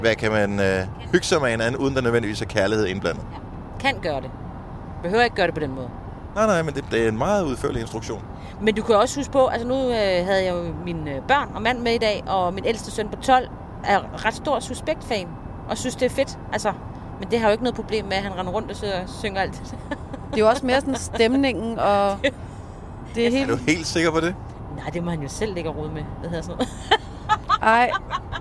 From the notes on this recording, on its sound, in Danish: Optaget i bilen på vej til Aalborg fra Aarhus.